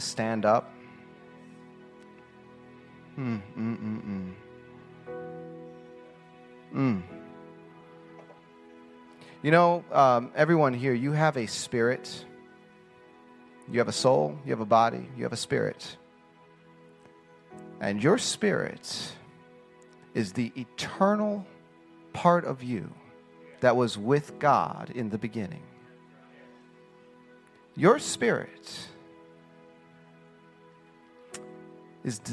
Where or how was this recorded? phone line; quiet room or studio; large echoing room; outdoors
large echoing room